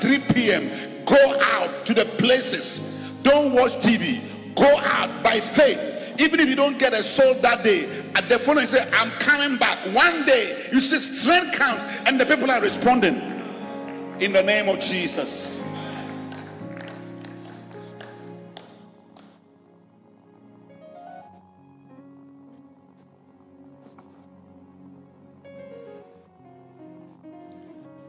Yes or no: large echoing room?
yes